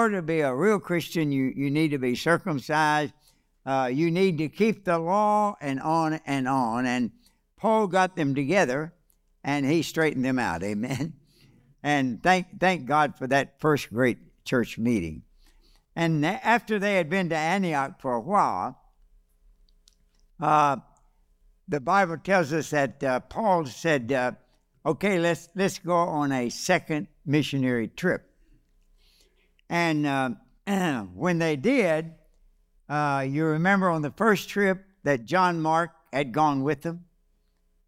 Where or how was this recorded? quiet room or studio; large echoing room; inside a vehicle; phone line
large echoing room